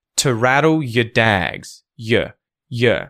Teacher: The vowel sound or turns into a schwa as well.